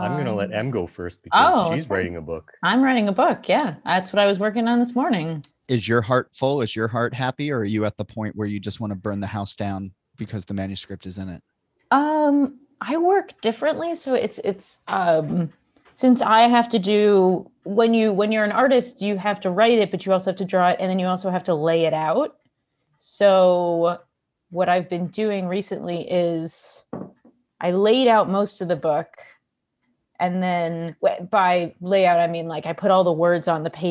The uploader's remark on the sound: Zoom into the show